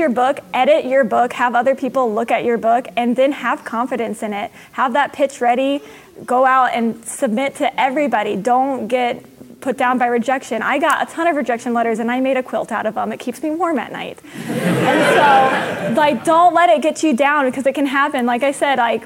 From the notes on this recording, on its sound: joined us in front of a live audience it Sasquan (the 73rd World Science Fiction Convention)